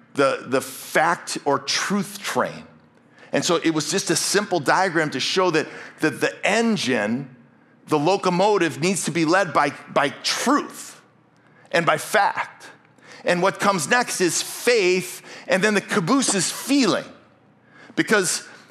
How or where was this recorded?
large echoing room